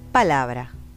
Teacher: Por ejemplo, en el sustantivo palabra, que viene del latín parábola que en un primer momento se redujo a parabla, hasta que más adelante hubo un cambio de lugar en los sonidos R y L y se formó palabra · Term: metátesis